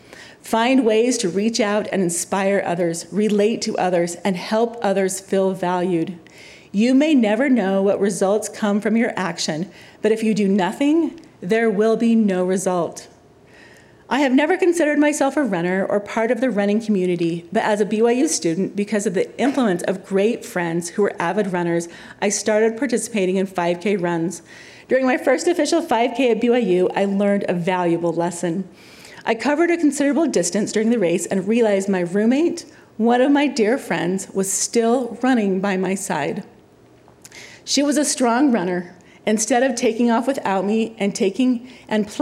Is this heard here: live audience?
yes